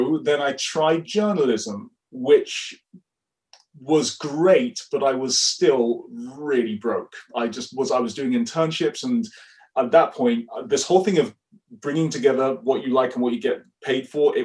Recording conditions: video call